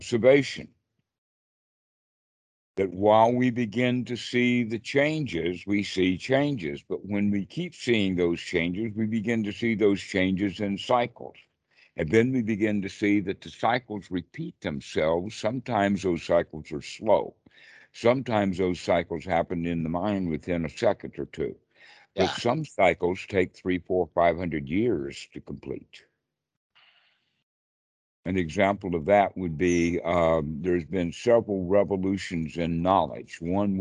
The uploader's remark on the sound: skype calls on this channel